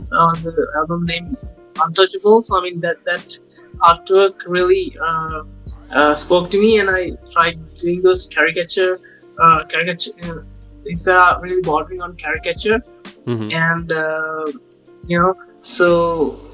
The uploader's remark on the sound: The podcast was recorded with an 11 hour time difference so bare with any audio issues. We tried to clean it up as much as possible.